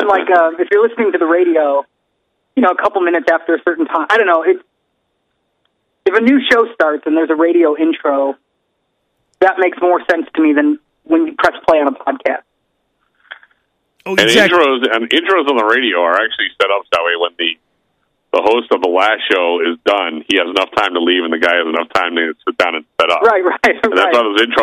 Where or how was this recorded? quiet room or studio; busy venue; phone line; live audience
phone line